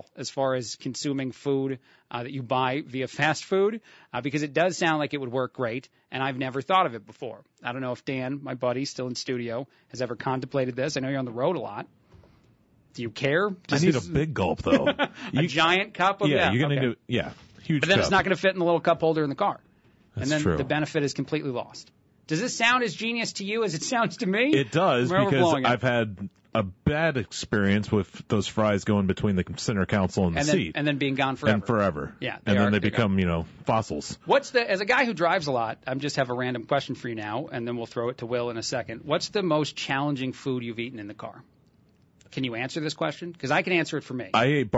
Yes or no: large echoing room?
no